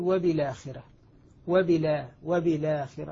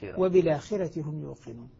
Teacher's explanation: ألقيت حركة الفتح على اللام وأسقطت الهمزة